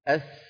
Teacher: السين والزاي من المكان نفسه، ولكن مؤخر اللسان لا يرتفع كارتفاعه في الصاد. إذن منتهى طرف اللسان مع أسفل الصفحة الداخلية كما ذكرنا ذلك في الصاد.